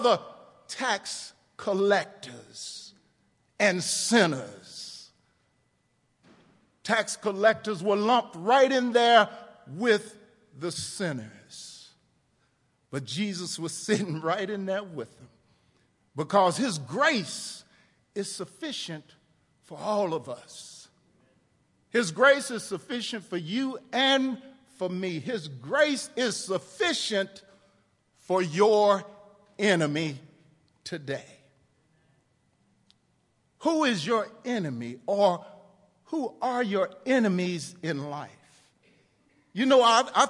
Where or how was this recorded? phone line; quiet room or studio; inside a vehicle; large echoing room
large echoing room